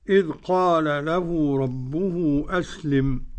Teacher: أدغم اللام في اللام السوسي عن أبي عمرو · Term: إدغام